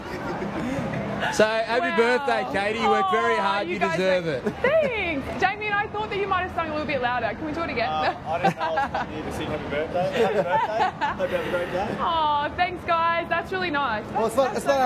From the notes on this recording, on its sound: Grand final special live from Fan Fest. Inside The NRL is live at Fan Fest in Martin Place.